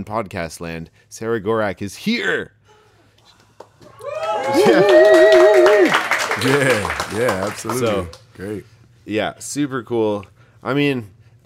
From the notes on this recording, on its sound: Recorded in front of a live studio audience